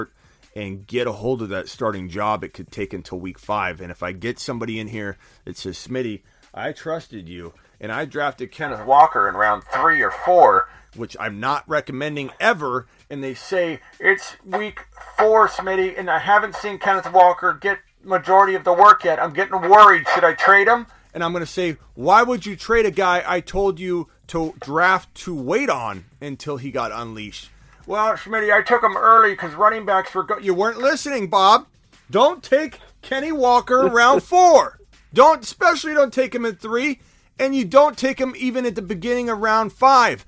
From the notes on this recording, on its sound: takes phone calls and answers voicemails all show long